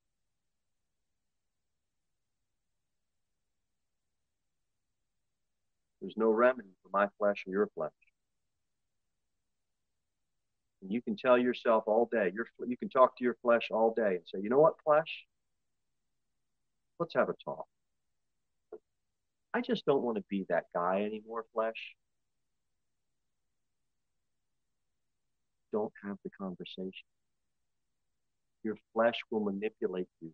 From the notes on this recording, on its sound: Sermon delivered at Pilgrim Baptist Church on Sunday, April 30, 2023, at 11:15 am.